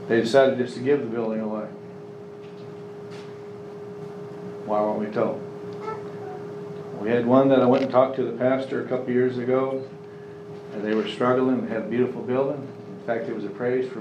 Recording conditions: live audience